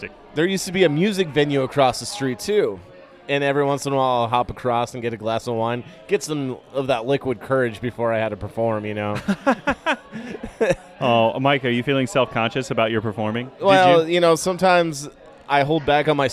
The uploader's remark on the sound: recorded at Off The Vine